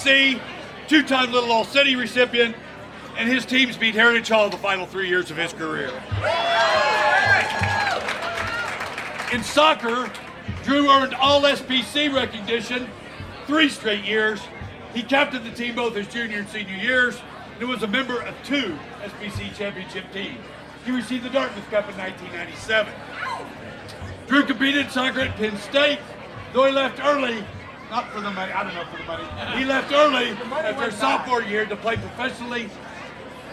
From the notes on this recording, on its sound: An audio recording of Casady School's 2021 Athletic Hall of Fame Induction.